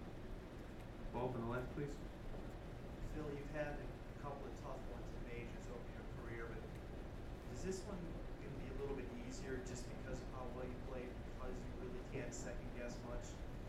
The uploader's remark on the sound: 2016 Open Championship Press Conference. At the 2016 Open Championship at Royal Troon.